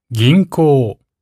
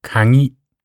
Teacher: Wortanfang: G. Ginko. Bank. Mittel- und Auslaut: ng, nasal. · Term: Aussprache der G-Zeile